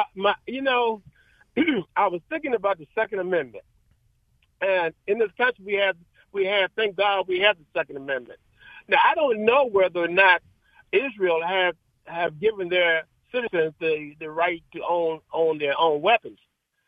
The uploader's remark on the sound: Open Phone Friday